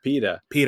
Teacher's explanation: the T sounds a bit like a D to us · Term: American accent